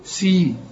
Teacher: السين في عموم القرآن مرققة، وتكون اكثر رقة اذا كانت مكسورة